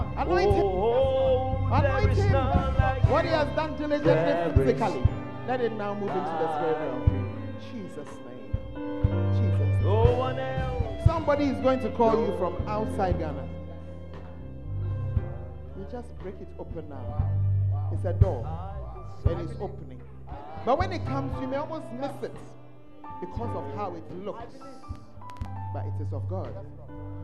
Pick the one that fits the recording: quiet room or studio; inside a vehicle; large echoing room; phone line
large echoing room